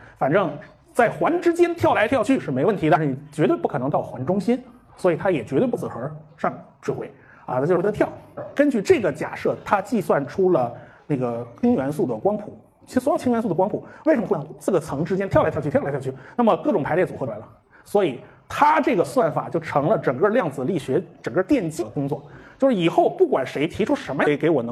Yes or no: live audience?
yes